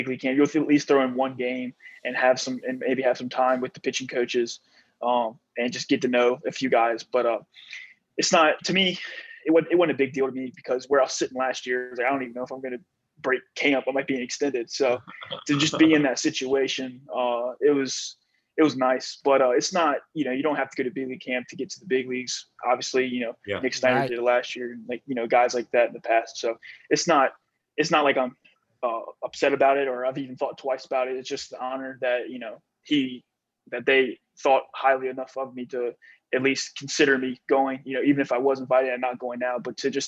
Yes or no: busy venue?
no